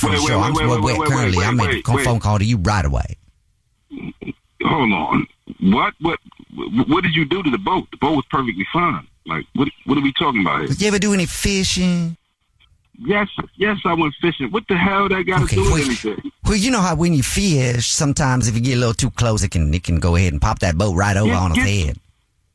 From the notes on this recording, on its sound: Phone prank style.